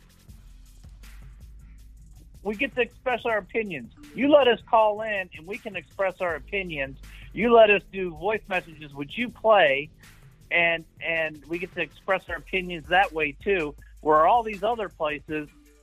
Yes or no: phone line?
yes